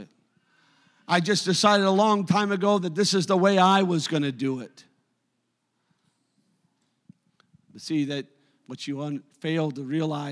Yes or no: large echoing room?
yes